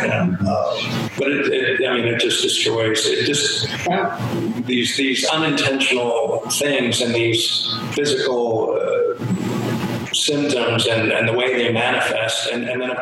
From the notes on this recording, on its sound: Again, the sound quality is not ideal, but the content is important.